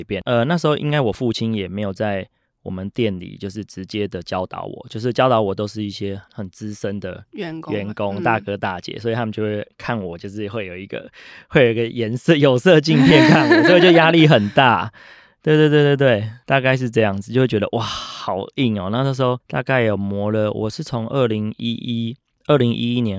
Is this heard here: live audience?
no